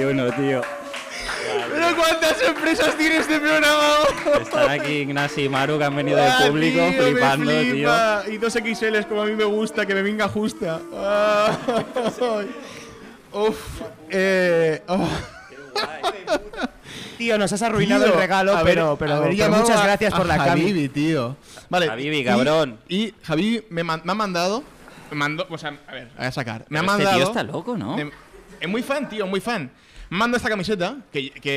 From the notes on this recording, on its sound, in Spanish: ¡En directo desde la playa!